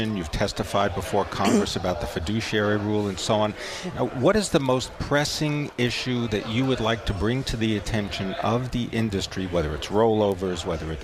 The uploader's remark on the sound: Live from Commonwealth Financial Network's 2017 Retirement Symposium in Boston.